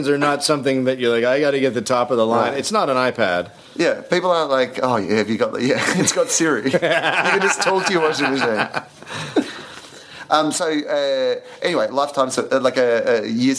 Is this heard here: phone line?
no